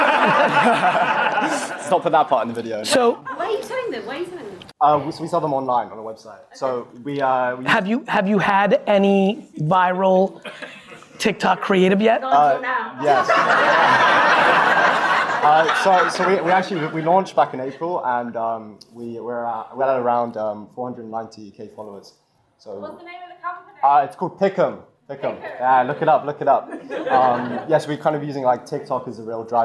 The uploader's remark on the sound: the Q&A portion of my Nat West keynote